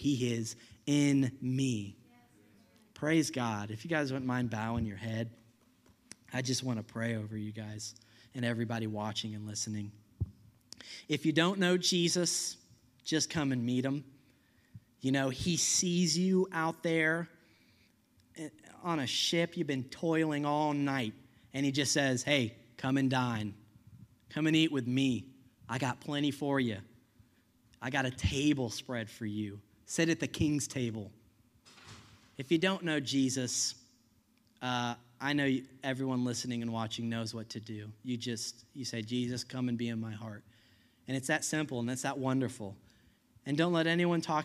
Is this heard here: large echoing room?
yes